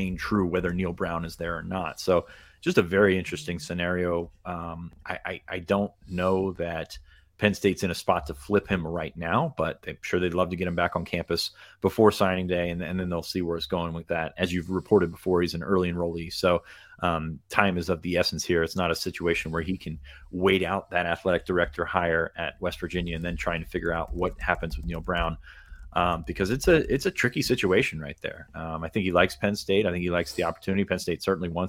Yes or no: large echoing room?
no